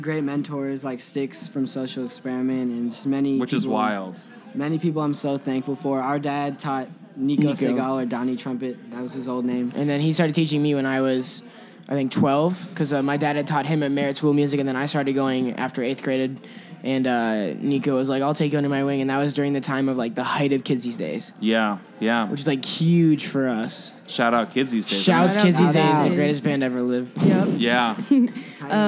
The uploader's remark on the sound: broadcast live at Virgin Hotels